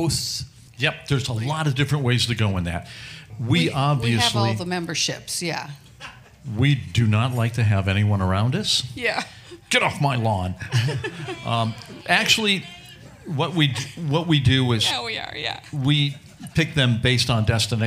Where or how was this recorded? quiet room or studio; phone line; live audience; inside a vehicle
live audience